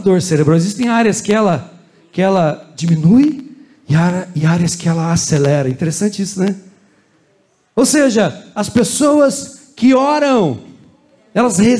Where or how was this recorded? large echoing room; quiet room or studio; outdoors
large echoing room